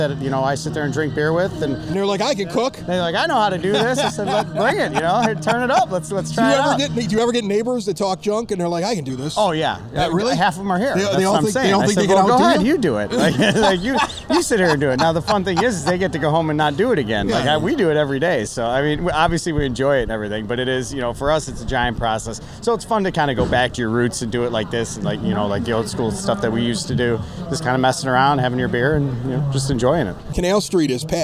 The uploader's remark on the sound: Recorded at a 9-foot homemade oak bar in a basement on the South Side of Chicago.